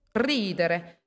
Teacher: Also zum Nachmachen die Zunge hinter den oberen Schneidezähnen locker parken und gleichmäßig die Luft über die Zungenspitze drücken. Dann flattert die Zungenspitze und siehe da, das R rollt. · Term: gerolltem R